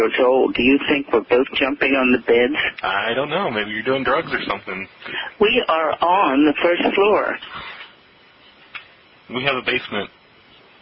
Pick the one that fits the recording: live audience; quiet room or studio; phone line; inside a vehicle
phone line